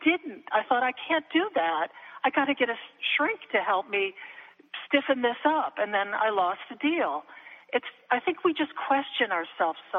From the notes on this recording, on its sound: connects via telephone